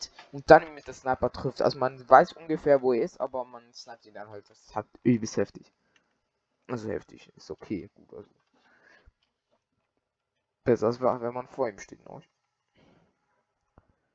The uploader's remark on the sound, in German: die Audio Qualität ist wieder mal scheisse